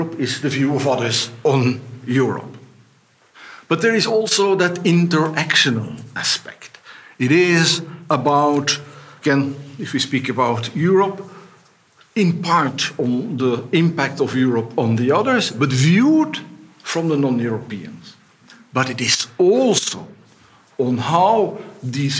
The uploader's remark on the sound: We will listen to a conference given by the European General Studies Programme in the framework of their Conference Series "Global Europe in the Real New Millenium.